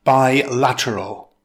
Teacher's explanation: The word bilateral is an adjective. It consists of four syllables. Stress the second syllable.